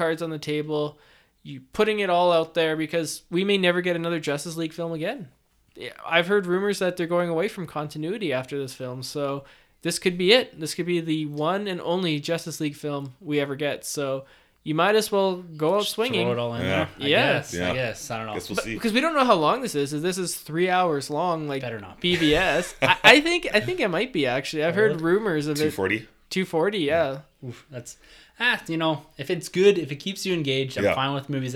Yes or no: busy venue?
no